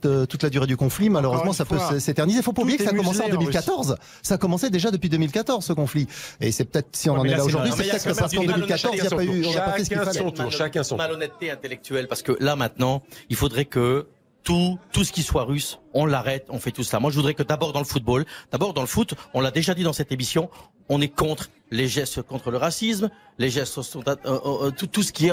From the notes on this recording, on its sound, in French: en direct du salon de l'Agriculture